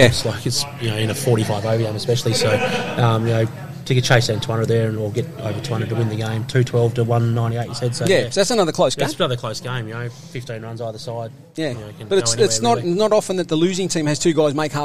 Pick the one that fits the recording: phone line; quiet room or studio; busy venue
busy venue